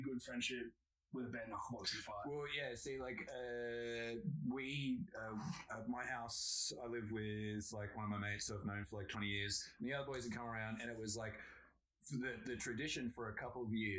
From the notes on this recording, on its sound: Due to some unforeseen circumstances the audio quality on this episode is a little iffy, we did our best !!!